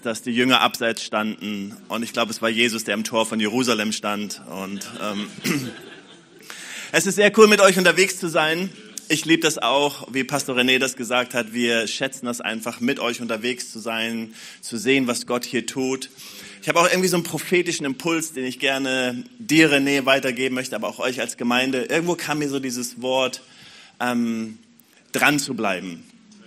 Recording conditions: large echoing room